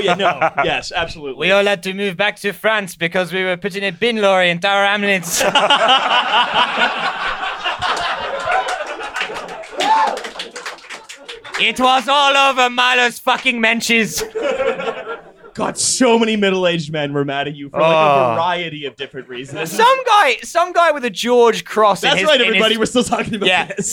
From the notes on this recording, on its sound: At the Star of Kings, London. A strung-together sound system. Crouching behind the DJ booth to eat a burger.